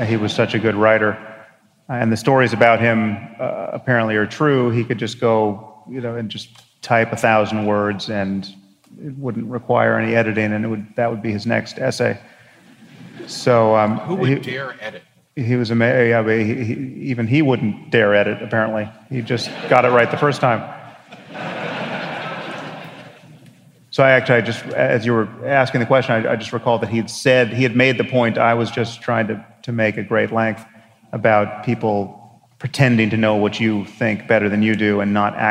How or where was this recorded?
live audience